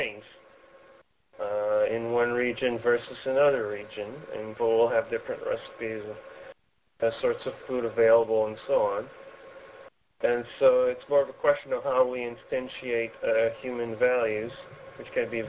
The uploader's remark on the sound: Call In Show